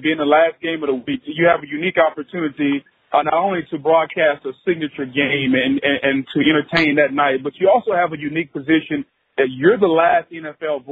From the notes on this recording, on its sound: ESPN conference call